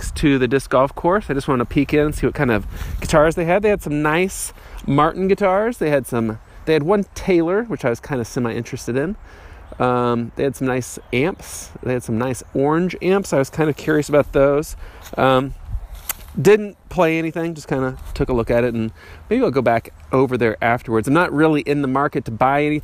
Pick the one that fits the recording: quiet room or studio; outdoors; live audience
outdoors